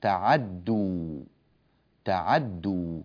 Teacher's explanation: فلأن التاء والدال من مخرج واحد أدغمنا التاء في الدال فصار النطق بدال واحدة مشددة وحذفت التاء